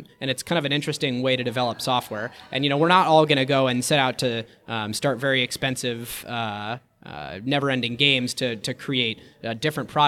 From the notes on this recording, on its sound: Live show at the GeekWire Summit. Broadcast live from the 2016 GeekWire Summit.